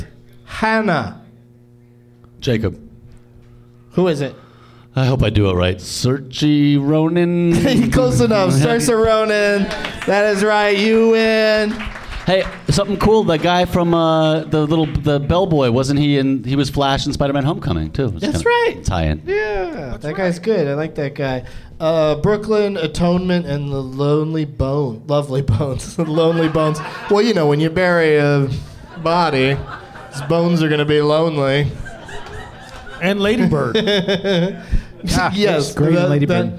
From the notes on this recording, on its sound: Live from the American Comedy Co. In San Diego.